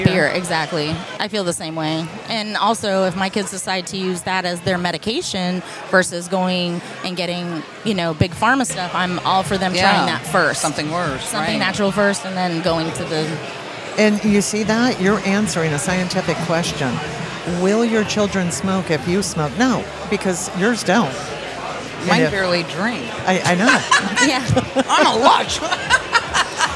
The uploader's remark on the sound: While recording at the Cannabis Festival